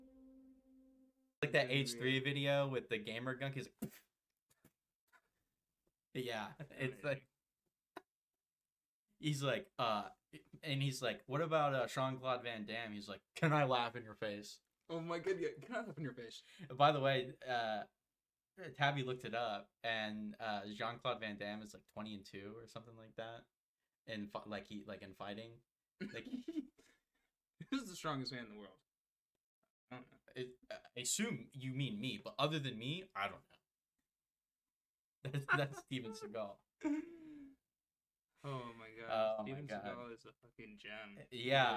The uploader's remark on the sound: We don't have a lot of experience editing or recording a podcast, so you may have to be patient on the quality to reach 100%.